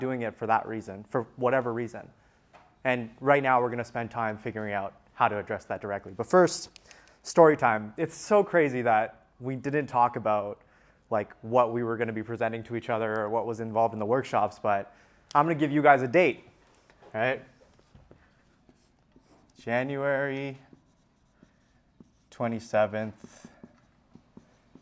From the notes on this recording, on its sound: This episode is a recording of a workshop that I delivered at the Untap Your Sales Potential Mastermind. There are a few cuts throughout the episode in order to remove some of the long gaps during the activity portions.